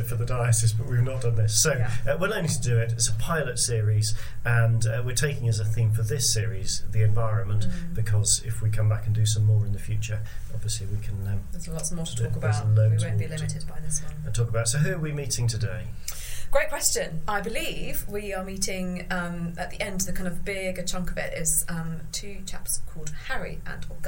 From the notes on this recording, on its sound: sorry about the slight hiss